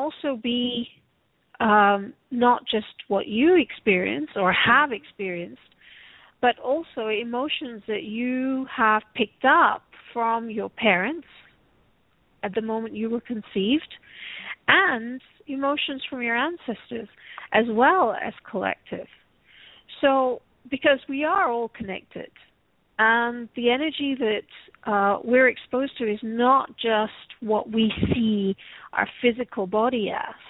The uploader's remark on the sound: Takes your calls for healing live today!